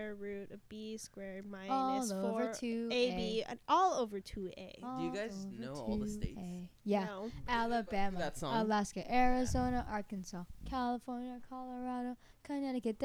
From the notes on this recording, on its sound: please excuse our mic levels, we were all very excited.